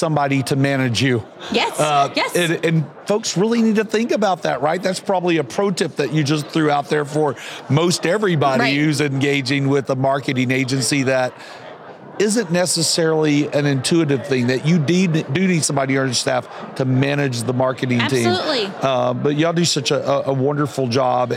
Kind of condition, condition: setting, busy venue